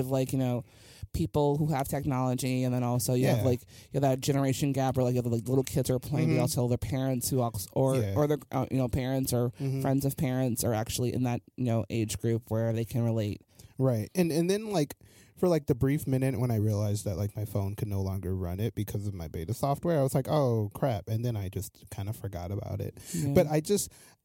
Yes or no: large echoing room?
no